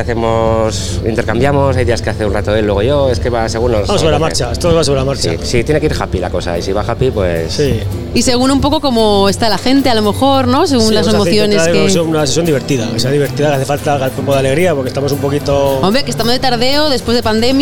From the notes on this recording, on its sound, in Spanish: Extraído de la retransmisión en directo de la primera edición de Gramola , la feria de la música aragonesa. Sexto podcast extraído de la retransmisión en directo de la primera edición de Gramola , la feria de la música aragonesa.